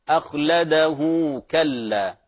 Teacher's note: إذا وصلتها بكلا فهنا مد طبيعي، حركتان أخلده كلا، يعني حركتين طبيعي.